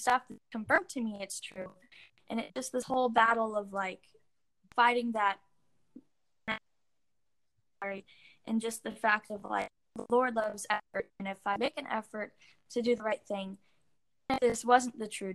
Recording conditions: drop-outs